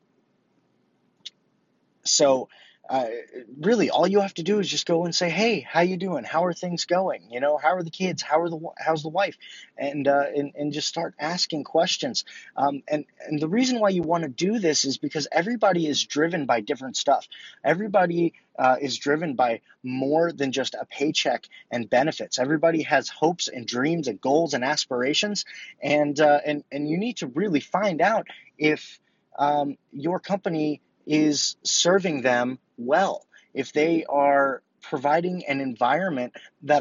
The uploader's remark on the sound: I recorded this in my car, so please excuse the quality of the recording.